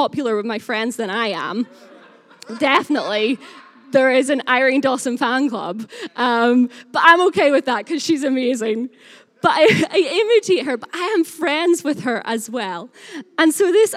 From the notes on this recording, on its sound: Recorded live at Life Church Lancashire 21st February 2021.